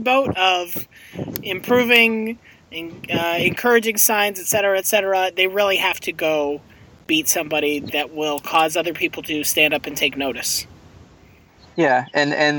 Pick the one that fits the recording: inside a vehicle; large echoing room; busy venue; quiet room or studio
inside a vehicle